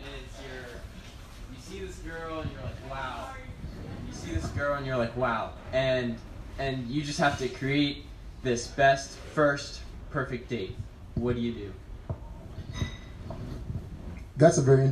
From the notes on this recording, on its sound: The first ever Go On LIVE! A live event hosted in Cafe Moka at Regent University.